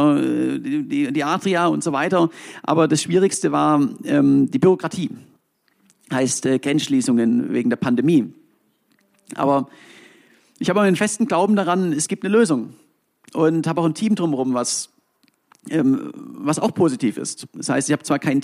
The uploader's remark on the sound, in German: aufgezeichnet beim ZEIT ONLINE Podcast-Festival in Berlin am 11.